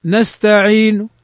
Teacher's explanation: فإذا هذا يسمى إشمام، ضممت شفتي عند نهاية الحرف من غير أن أظهر حركة